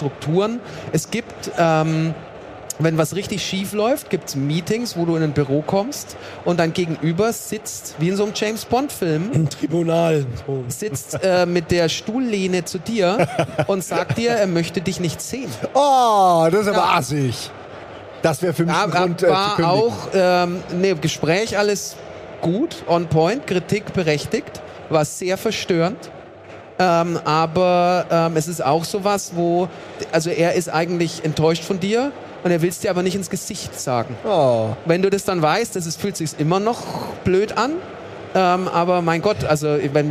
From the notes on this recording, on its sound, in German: Was wäre die GAMESCOM 2022 ohne ein kleines, feines realtalk ALMOST DÖHLI LIVE auf der ROCKET BEANS-Bühne!